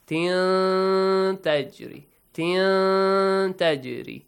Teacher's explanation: it matches the rule ikhfa, which means you hide the sound of tanween